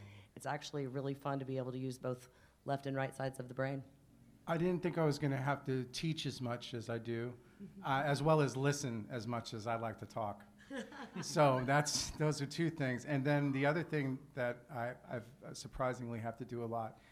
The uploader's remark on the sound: In this live episode recorded in Nashville at Music Biz 2018, a panel of industry vets.